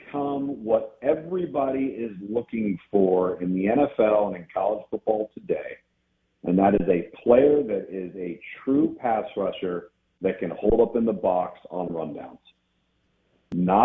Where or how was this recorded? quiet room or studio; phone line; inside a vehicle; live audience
phone line